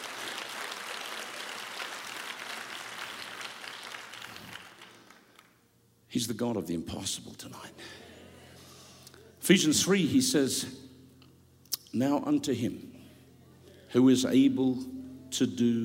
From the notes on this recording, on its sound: Preached live from South Africa